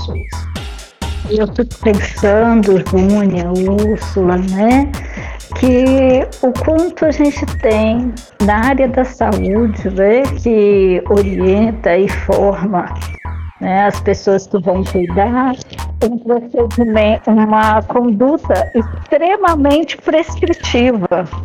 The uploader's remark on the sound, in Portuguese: Seguindo as normas de saúde e segurança atuais, cada pessoa participante desta conversa estava em suas respectivas casas e com as ferramentas de áudio disponíveis. Por conta disso, é comum que haja sons da cidade, barulhos corriqueiros e erros de conexão.